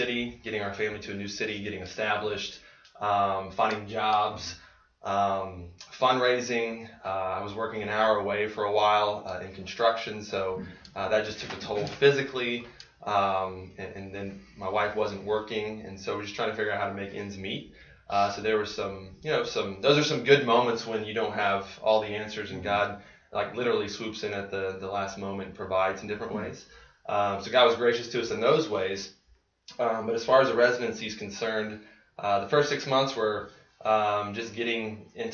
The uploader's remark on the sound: Sorry about the audio quality on this one, folks! It appears as if the built-in laptop mic was capturing the audio instead of our nicer stand-alone microphone.